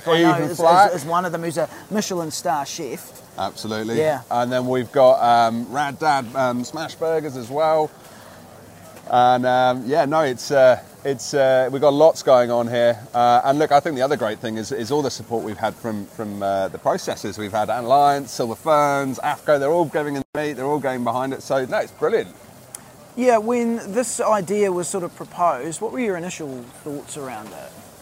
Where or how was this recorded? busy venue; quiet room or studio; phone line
busy venue